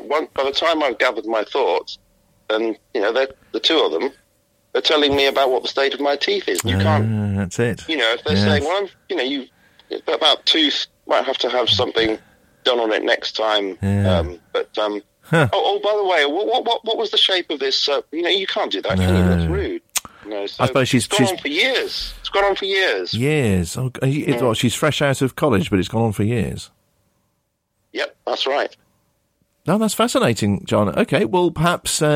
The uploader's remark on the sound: I take the opportunity to share one of my fake phone-ins. A hospital radio show here in the UK. I phone in as a fictitious person.